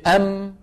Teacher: تخرج بانطباق الشفتين ويصاحب ذلك غنة من الخيشوم. · Term: الميم